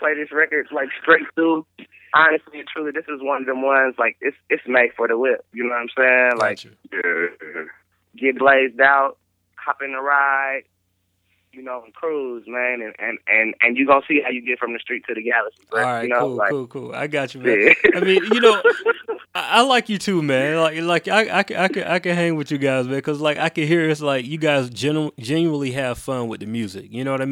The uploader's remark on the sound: I was able to catch up with them via phone where the convo got quite interesting.